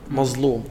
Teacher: عندنا في مصر الضاء تنطق ظاء لا نخرج فيها اللسان خالص · Term: الضاء العامة